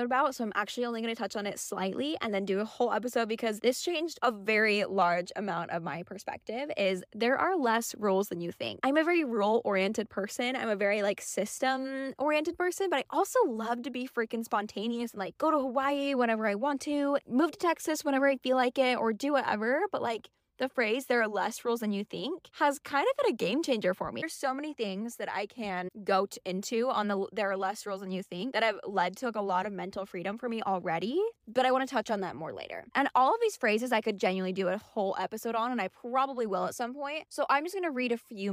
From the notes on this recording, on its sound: This episode is a bit more chaotic than usual, I just picked up and started talking as I was driving to the gym.